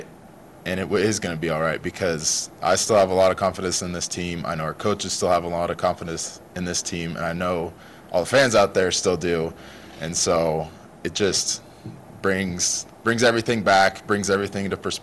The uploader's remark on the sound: press conference